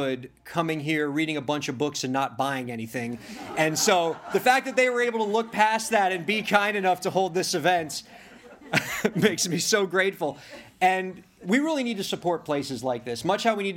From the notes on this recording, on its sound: Event Speech at Books & Books. The event took place at Books & Books in Coral Gables, Florida.